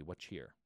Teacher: so you sort of drop the T